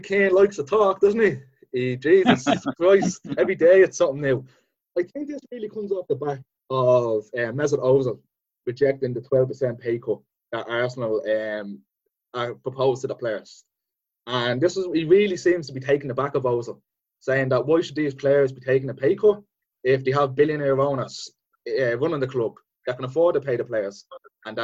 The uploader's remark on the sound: Zoom Show